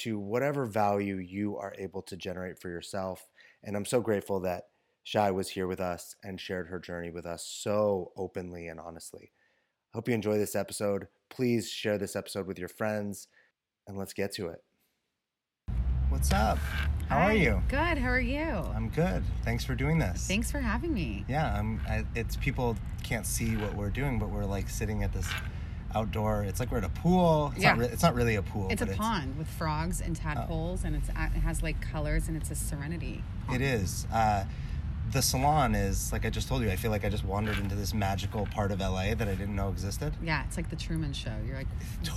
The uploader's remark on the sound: Due to some unexpected circumstances, we ended up recording outside near a little pond. The natural acoustics we discovered.